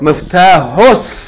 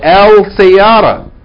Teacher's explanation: you can't pronounce Lam in Alif Lam if you're reading a sun letter. · Shown in: first take · You can't say Al Sayyara.